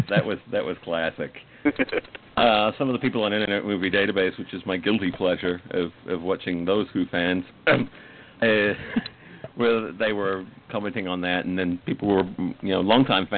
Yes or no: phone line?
yes